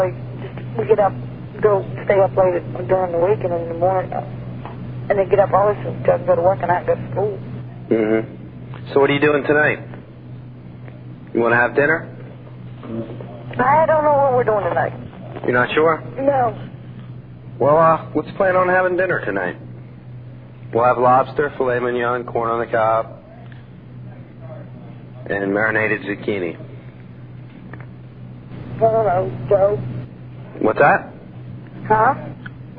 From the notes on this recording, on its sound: Prank Phone Calls